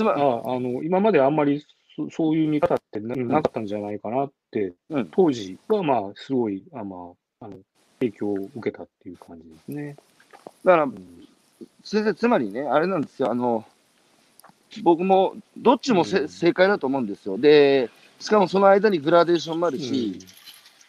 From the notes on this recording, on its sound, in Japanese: 歩きながら1時間、対談する